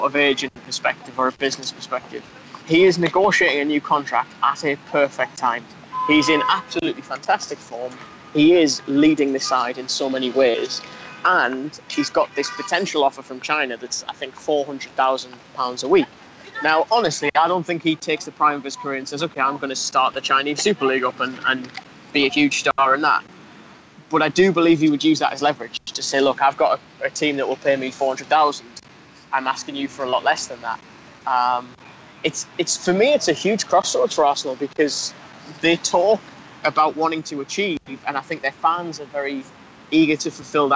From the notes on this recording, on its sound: comes to us live from Wembley